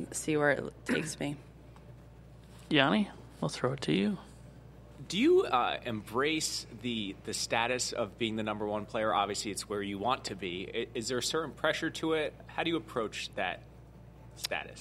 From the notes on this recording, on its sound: LIVE From The PGA Show. Broadcasts live from the Fashion Lounge at the 69th PGA Show.